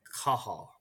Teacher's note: well done in recognizing the TH was a H